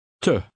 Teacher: The E is unstressed and sounds like the U in put.